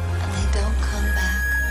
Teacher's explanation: She put stress on the word back.